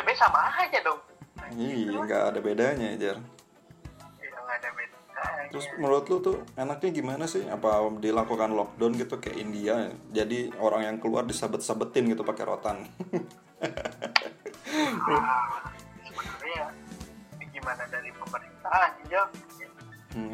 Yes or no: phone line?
yes